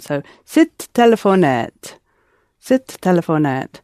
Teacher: When we put it in front of another word, sit tends to lose the ah sound.